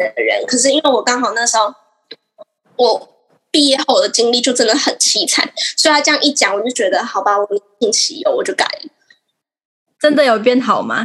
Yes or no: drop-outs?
yes